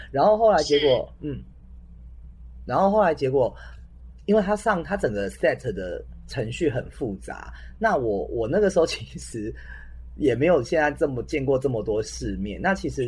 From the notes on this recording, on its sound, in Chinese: LA連線錄音 在家錄音。需要支持才能再進錄音室。音質請見諒。